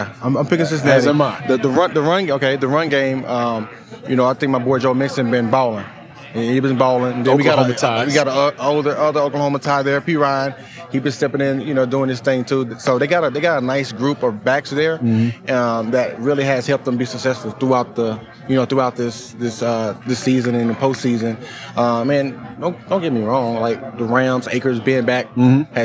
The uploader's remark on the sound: Radio Row Experience. We next go live to Radio Row.